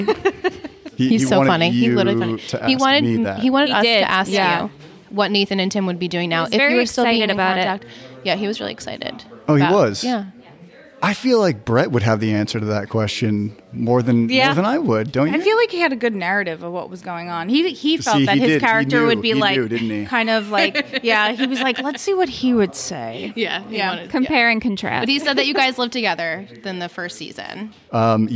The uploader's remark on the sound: LIVE FROM TRIC